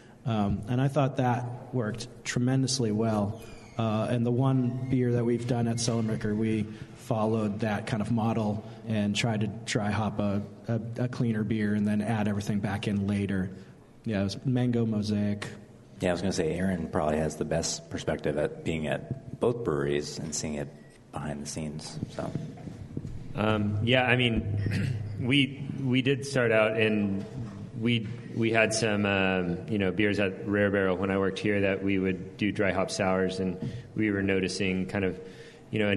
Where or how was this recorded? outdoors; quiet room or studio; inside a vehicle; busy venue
busy venue